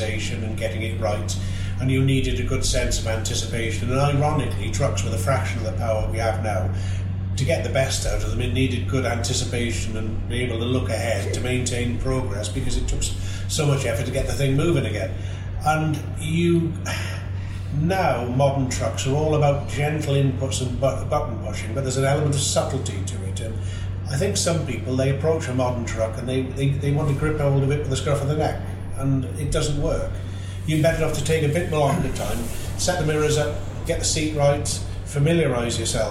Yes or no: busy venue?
yes